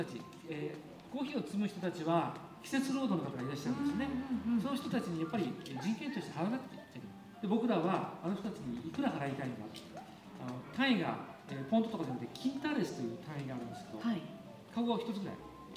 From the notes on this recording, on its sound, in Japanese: あだち珈琲の20周年を記念して大川店に出張収録！